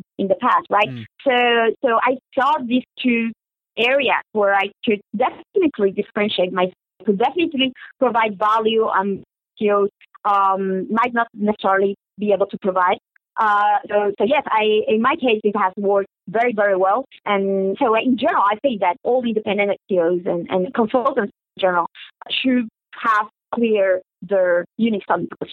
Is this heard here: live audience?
no